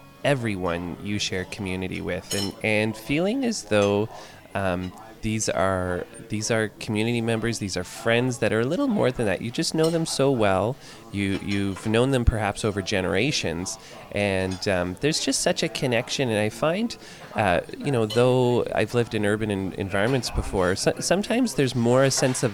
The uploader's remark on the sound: This week's episode was recorded live at the Early Bird Diner in London, Ontario.